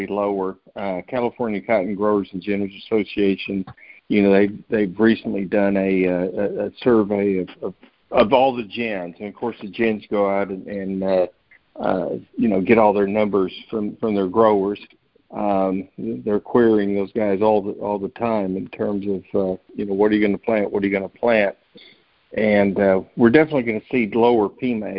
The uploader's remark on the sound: Monthly Conference Call.